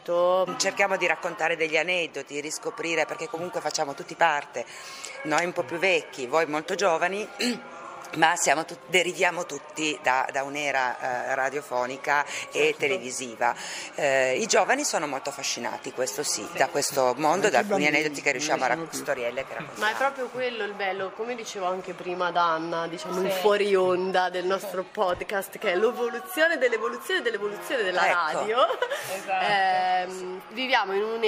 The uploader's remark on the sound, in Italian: Questa puntata è stata registrata direttamente all’interno del museo RAI e include oltre all’ambientazione sonora anche le interviste al personale